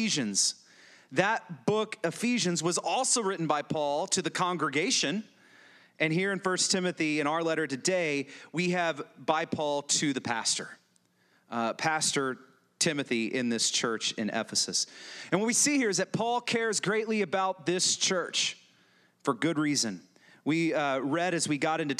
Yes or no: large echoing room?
yes